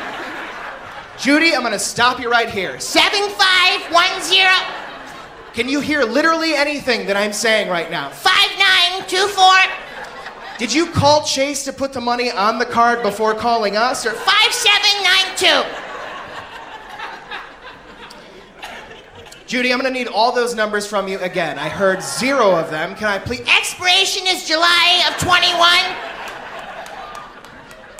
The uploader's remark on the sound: (Professionally) recorded by Hilarities in Cleveland, OH on March 28th, 2019